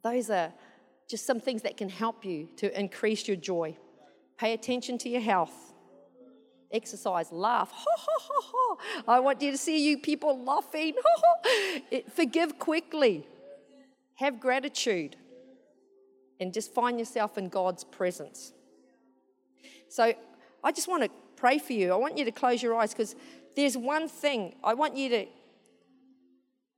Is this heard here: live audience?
yes